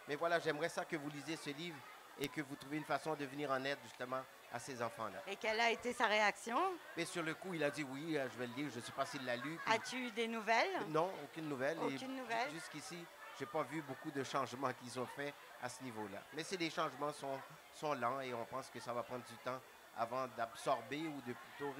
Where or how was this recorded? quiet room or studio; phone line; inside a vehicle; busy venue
busy venue